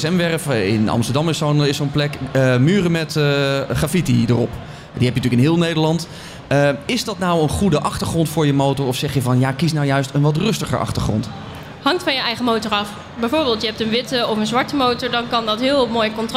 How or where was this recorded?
busy venue